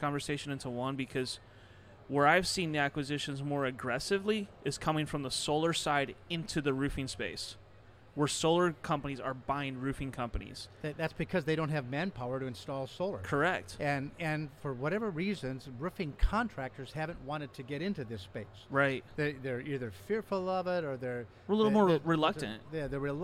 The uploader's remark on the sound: At Win the Storm 2021